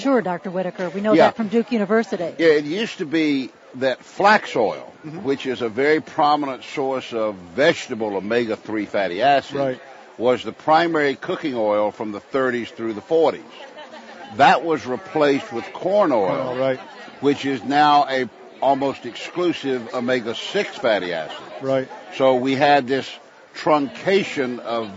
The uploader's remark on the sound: Live from Expo East in Baltimore, MD